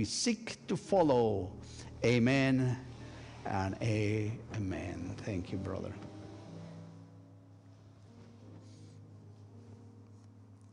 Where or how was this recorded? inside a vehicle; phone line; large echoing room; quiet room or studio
large echoing room